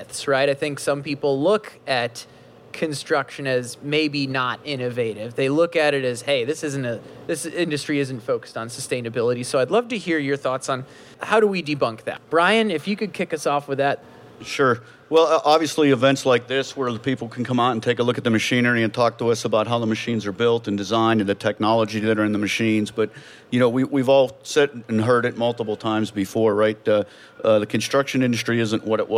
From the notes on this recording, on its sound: Live from Washington DC, A Celebration of Construction on the National Mall. All of these interviews were recorded live, from a stage on the Capitol Mall, where we interviewed construction industry leaders across 14 different panel discussions and fireside chat-style conversations. This episode is a highlight reel with some of the top insights and takeaways from those discussions.